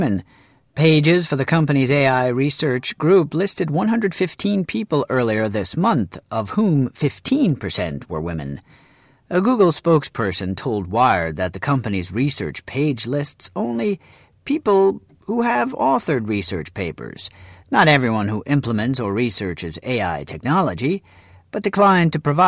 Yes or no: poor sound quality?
no